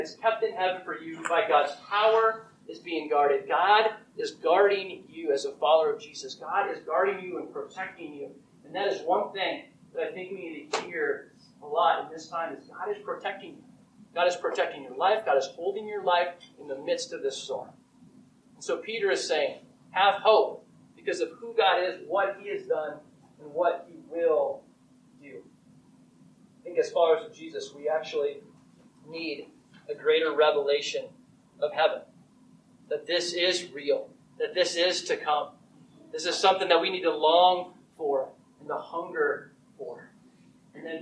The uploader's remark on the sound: I apologize for the audio quality. The audio was taken from a video, but you can still hear the message.